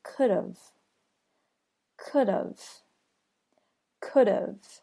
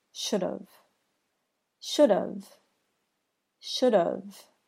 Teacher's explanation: So rather than adding a V sound, it actually adds another unaccented syllable, the schwa sound, followed by the V sound